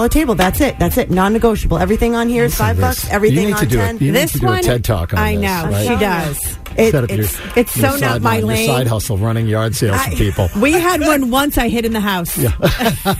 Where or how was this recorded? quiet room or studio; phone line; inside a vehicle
phone line